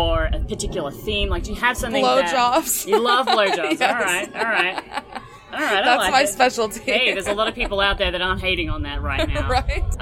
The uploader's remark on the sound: We’re on the ground live in Xbiz Miami talking to cam models, support groups and Young Swingers Week. Join in as we share interviews and audio clips on the ground at an adult industry event called Xbiz.